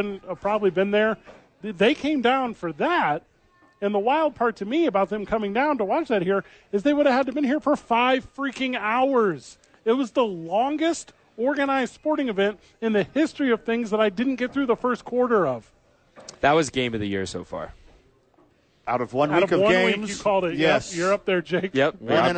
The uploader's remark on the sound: Live from HOWIES SPORTS PAGE. They are live from there today for their two fantasy football drafts.